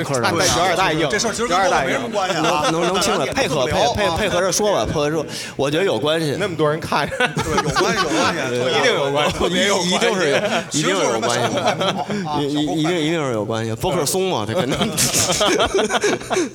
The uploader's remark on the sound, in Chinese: 现在，我们将经过修整剪辑过的现场录音内容，按照每个播客一段的形式，分成 7 条主题内容进行发布。我们在北京举办了 音乐·聚我们——首届「播客松」+西海之声7周年聚会 活动。现场录音设备协力品牌：Focusrite、RODE 麦克风。